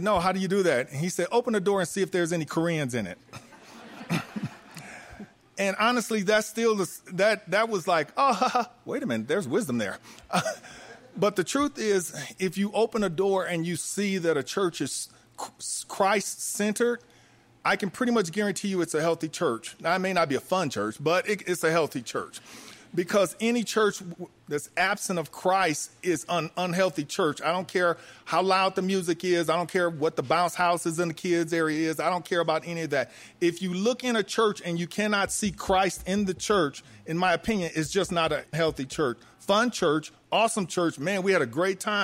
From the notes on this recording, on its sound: The Boundless team recently held a live event at Third Space Coffee in Colorado Springs. Joining us were three pastors from the area. We put mics in front of them. Over 80 young adults sipped coffee and listened.